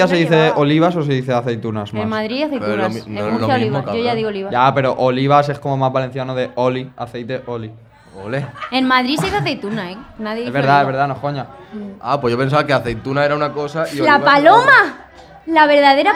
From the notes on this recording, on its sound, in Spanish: Desde el Primavera Weekender y sin videollamada. Pillan un Alsa hasta Benidorm para grabar el episodio en vivo desde Primavera Weekender, el festival medieval de Primavera Sound desde el resort temático Magic Robin Hood. Además, cameos de compis de Radio Primavera Sound involuntarios.